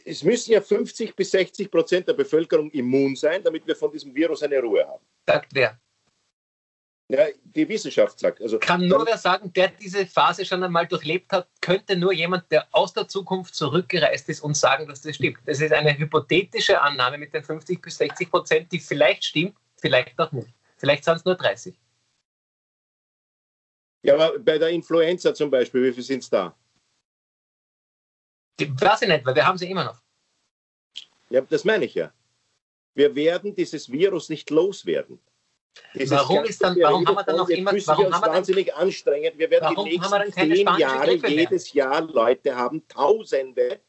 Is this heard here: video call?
yes